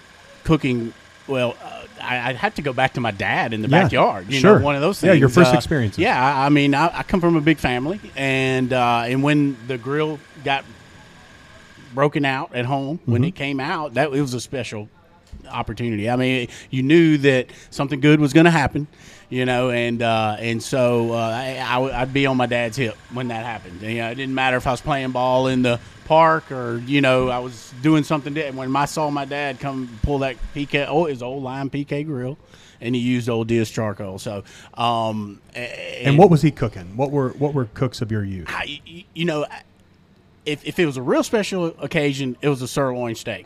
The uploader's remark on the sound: Live From The Jack